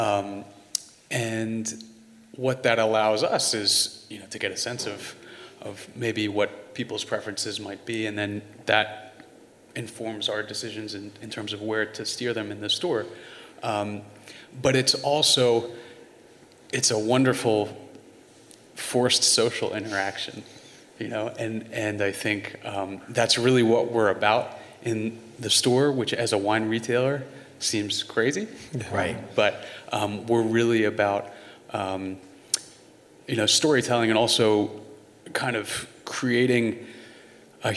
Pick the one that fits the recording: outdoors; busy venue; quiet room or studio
busy venue